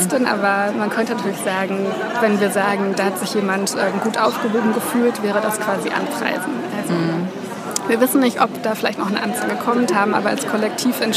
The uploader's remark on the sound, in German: Gespräch vom »Markt für nützliches Wissen & Nicht-Wissen«